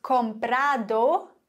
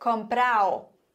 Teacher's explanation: Also dieses D zwischen zwei Vokalen wird verschluckt. · Shown in: second take · Aus comprado wird comprao.